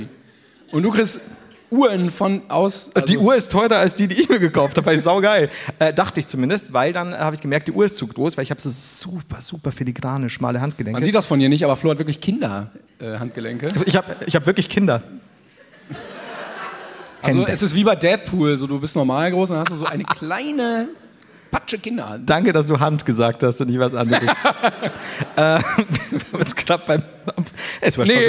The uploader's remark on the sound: Live in Bonn